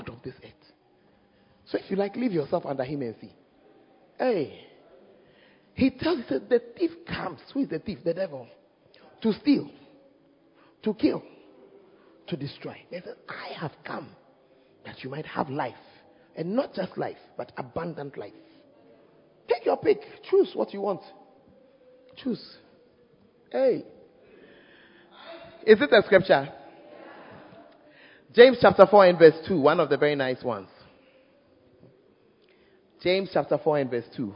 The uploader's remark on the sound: Preached At The First Love Center, Ayeduase (Times of Refreshing Service)